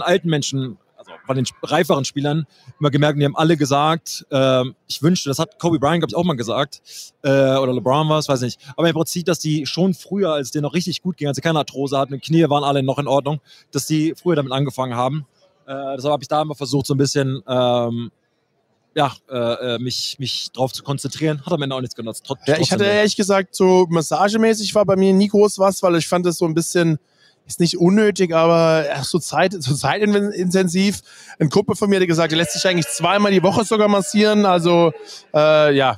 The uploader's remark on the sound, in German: hat live von Radio Row in Phoenix aufgenommen